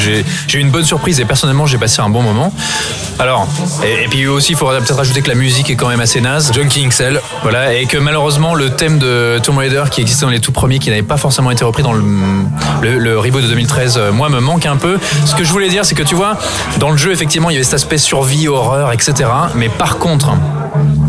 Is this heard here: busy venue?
yes